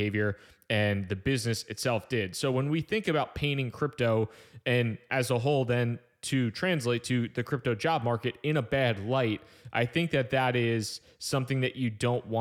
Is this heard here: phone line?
no